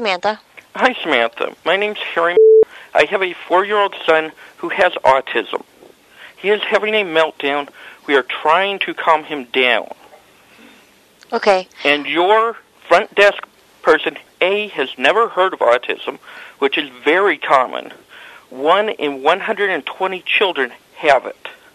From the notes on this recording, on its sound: Prank Phone Calls